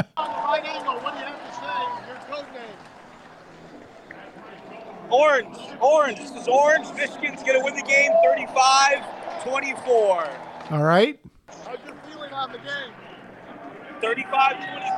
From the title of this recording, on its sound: live from the College National Championship game!!